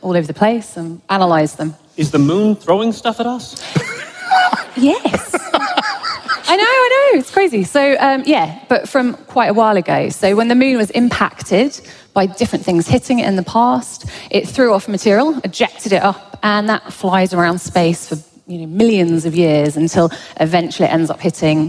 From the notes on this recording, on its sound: Recorded live at the Beacon Theatre in NYC.